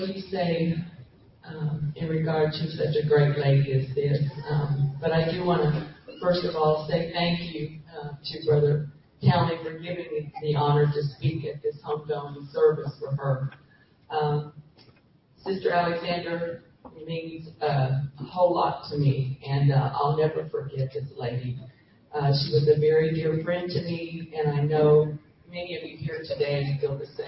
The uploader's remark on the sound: Funeral Service. Live from the Grand Marais, Jennings, LA.